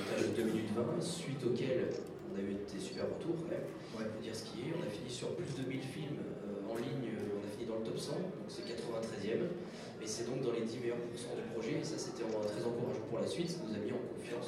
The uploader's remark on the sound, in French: Enregistré lors du TGS Springbreak de 2015.